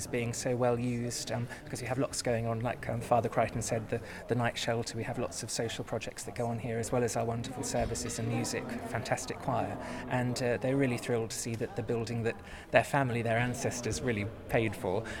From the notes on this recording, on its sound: This week's episode comes live (ish) from the final of the Church Times Cricket Cup. We hear from the players, bishops, spectators, reporters, and others about this iconic C of E end-of-summer day out.